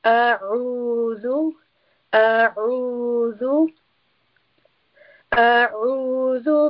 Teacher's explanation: So first we have the letter أعوذ، and here we have the letter عين، and عين is a letter of the throat. So we will pronounce it with a strangulation sound.